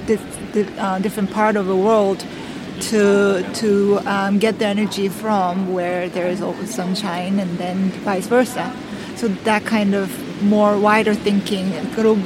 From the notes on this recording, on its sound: This episode was recorded at the Footprint+ Conference in Brighton. We recorded this with a single microphone sitting outside near to the beach so there is background noise.